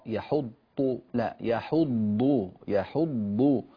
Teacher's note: ولا يحض على الضاد عندك فيها صوت قريب من الطاء، يحض لا يحض، يحض الضاد يمتلئ بها الفم وتخرج من جانبي اللسان